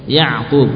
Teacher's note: ain berjalan suaranya, ba sukun dengan mengqalqalah, syiddah sekaligus qalqalah